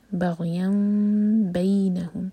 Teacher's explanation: جب تنوین کے بعد با آ رہا ہے تو تنوین چینج ہو گئی میم میں تو یہاں پر اقلاب ہوا تو اگین میم کو ہولڈ کریں گے لیکن ہوٹوں کو ٹائٹ بند نہیں کریں گے دو سیکنڈس کا ٹائم.